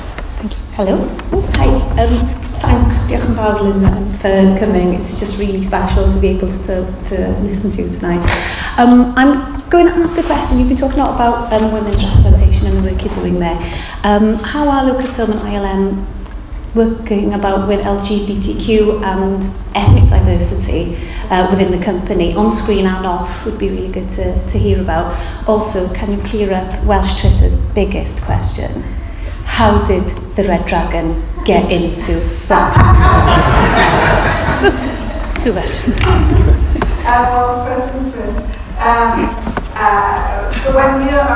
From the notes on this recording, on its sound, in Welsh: Recordiad ar hap yn nigwyddiad BAFTA Cymru. Ymddiheuriadau am safon y sain eto.